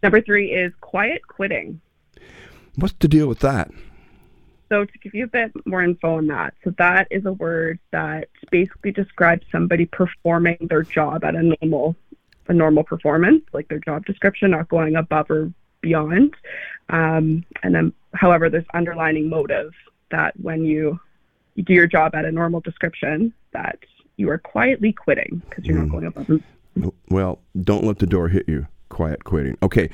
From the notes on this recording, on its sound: on the phone from Sault Saint Marie, Michigan